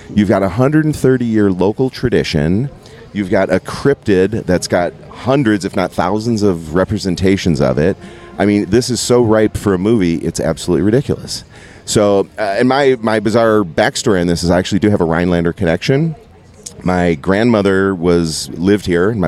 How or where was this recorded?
busy venue